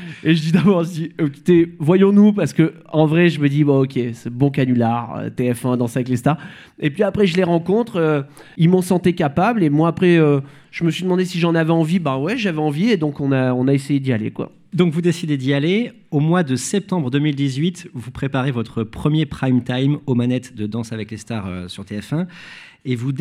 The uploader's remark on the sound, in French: Cet épisode a été enregistré en public